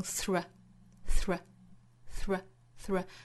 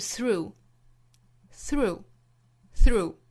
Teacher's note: 注意 through 这个词里面包含一个辅音连缀呢，就是 th 和后面的这个 r，那连在一起要发成 thr thr thrthr，在后面跟一个长音的 oo